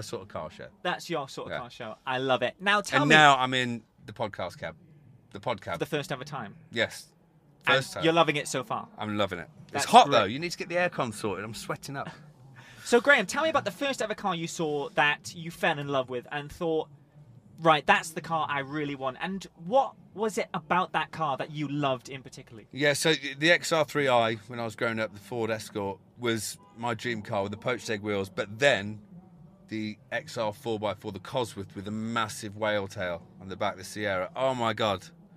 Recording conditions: busy venue